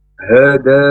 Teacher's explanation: huruf H, jadi tenggorokan yang paling bawah.